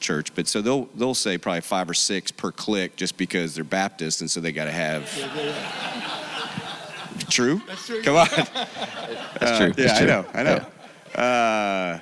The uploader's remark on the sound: This audio was from Relational Discipleship Network 's third track session from last year's Forum. This audio was from Relational Discipleship Network 's third track session from last year's Forum.